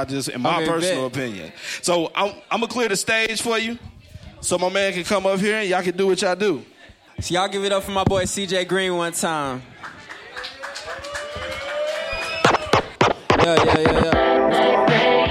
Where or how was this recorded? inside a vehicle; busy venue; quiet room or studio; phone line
busy venue